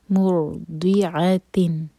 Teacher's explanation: کلو مر، میم پر دومہ تو ہوٹ کول ہوں گے، جب را پر پہنچے تو ہوٹوں کو پھیلا لیں، اور را ساکن ہیوی ہوگا کیونکہ اس سے پہلے ہے دومہ. مر دی آتن، داد ہم زبان کی سائڈ سے ادا کرتے ہیں، ٹپ سے کریں گے تو دال کی آواز آئے گی تو میننگ بدل جائے گا.